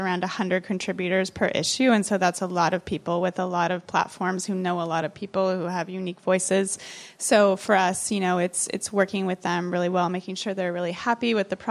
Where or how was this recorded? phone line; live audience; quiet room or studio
live audience